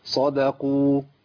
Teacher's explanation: الدال وقعت بين مفخمين الصاد والقاف